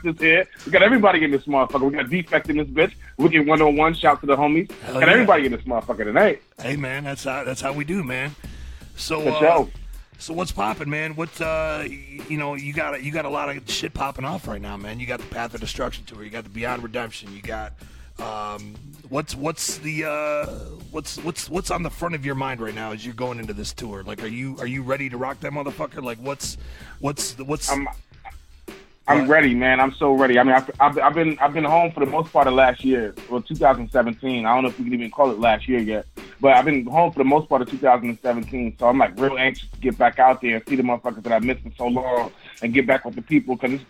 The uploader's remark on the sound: calls in to Wicked 101!